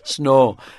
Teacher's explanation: It's one flat, long syllable